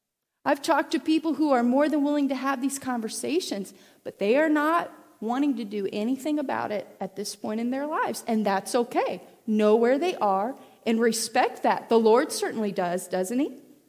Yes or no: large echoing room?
yes